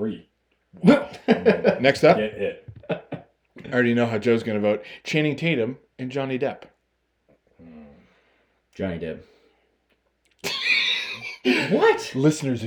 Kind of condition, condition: fault, background noise